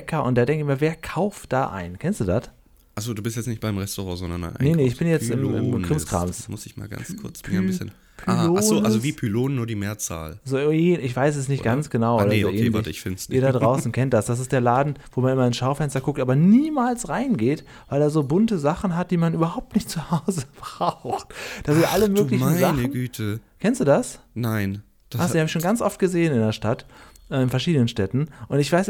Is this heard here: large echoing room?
no